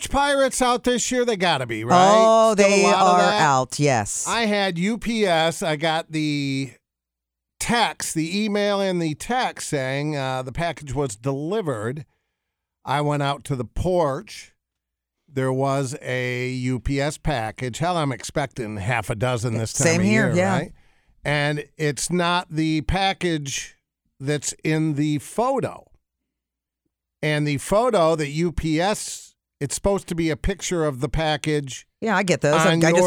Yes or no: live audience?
no